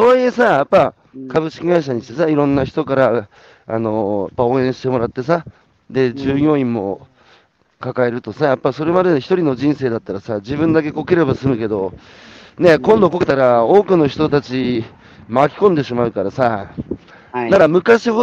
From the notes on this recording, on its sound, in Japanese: 歩きながら1時間、対談する